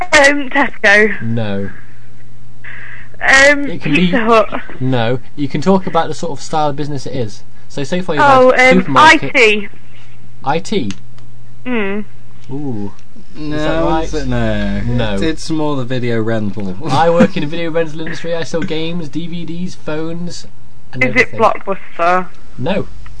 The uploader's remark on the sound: featuring phone calls